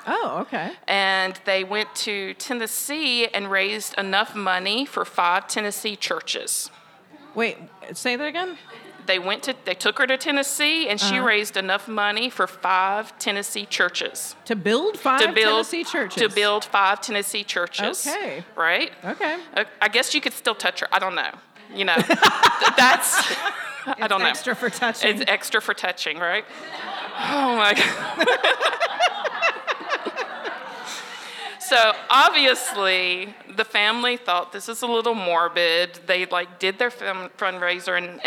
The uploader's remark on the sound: Our first LIVE show was recorded at the haunted Peerless Saloon in Anniston, the oldest bar in Alabama!